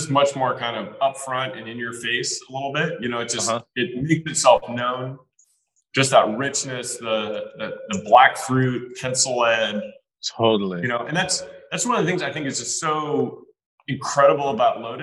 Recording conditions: video call